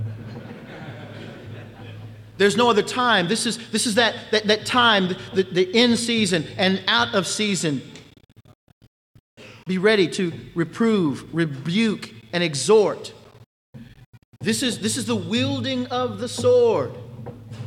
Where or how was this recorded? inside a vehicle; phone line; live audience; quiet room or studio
live audience